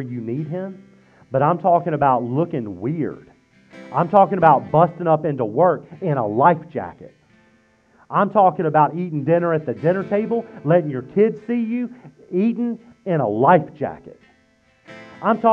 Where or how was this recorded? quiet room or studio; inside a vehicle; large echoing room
large echoing room